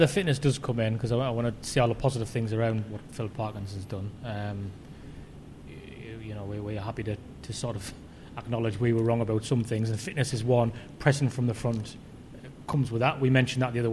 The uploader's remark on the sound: are at The Peacock